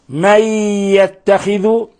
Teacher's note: نون ساكنة جاء بعد حرف الياء، الحكم التجويدي إضغام بغنة